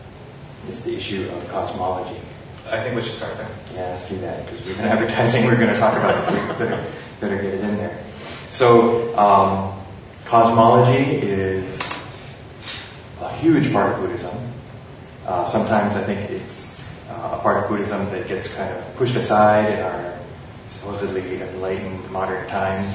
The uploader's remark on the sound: Our second live recording — actually live this time and broadcast via webstream across the Internets — was recorded in the lobby of the Jodo Shinshu Center